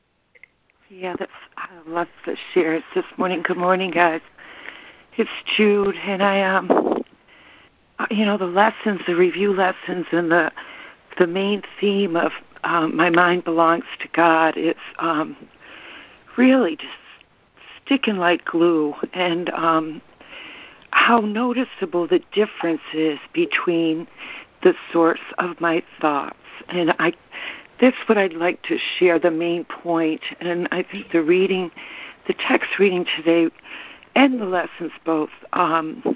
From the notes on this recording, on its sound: ACIM Daily Conference Call.